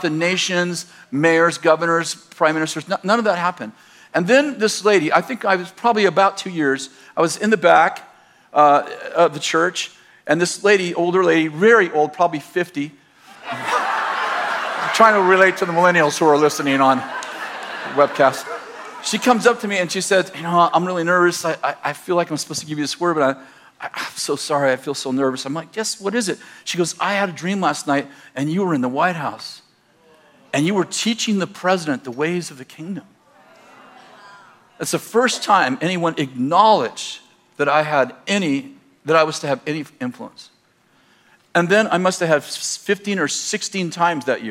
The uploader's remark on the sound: In this message from June 23rd, 2019, at Bethel Church in Redding, CA